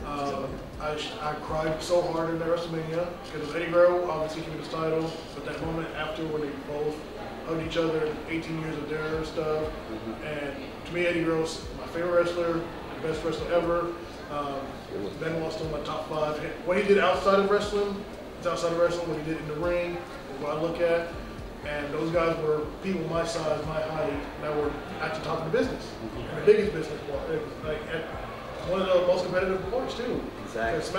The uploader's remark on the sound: a panel we conducted at Metrotham Con 2023